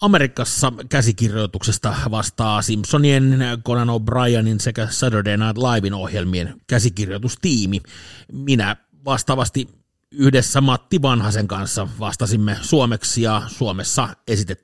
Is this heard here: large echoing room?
no